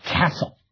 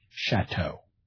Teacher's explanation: Norman French words that begin with a k sound correspond to Central French words that begin with a sh sound. And these are indicated by writing the word with a c or with a ch.